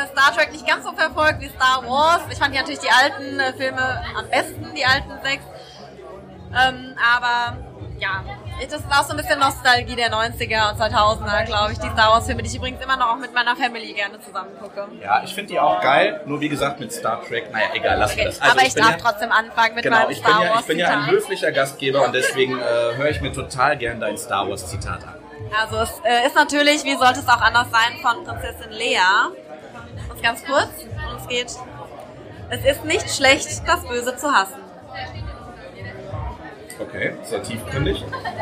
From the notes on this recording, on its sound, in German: In der großen Live-Show kurz vor Weihnachten.